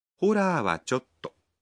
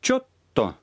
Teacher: Вы останавливаетесь на середине фразы в таких выражениях, чтобы не звучать слишком грубо. Когда произносите «чотто», задержите дыхание на секунду после слова «чо».